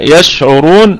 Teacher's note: يشعرون، الكلمة كلها مرققة ما عدا الراء مفخمة. يشعرون والشين نراعي فيها التفشي، التفشي والرخاوة